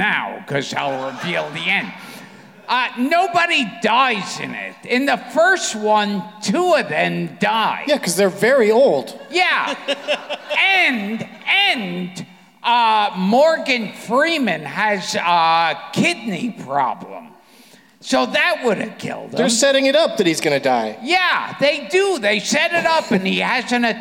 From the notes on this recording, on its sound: Live from the Millennium Biltmore Hotel in Los Angeles. A special LA Podfest edition of the show.